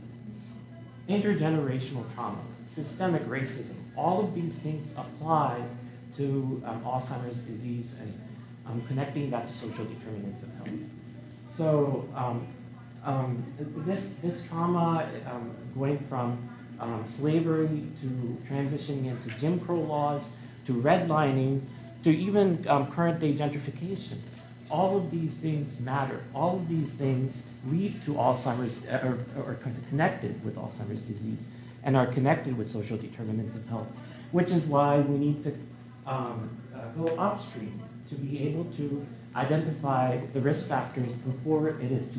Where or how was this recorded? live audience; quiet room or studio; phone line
live audience